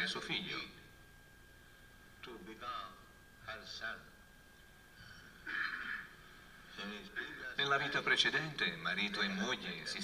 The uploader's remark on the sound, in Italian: in diretta dal Tempio di Villa Vrindavana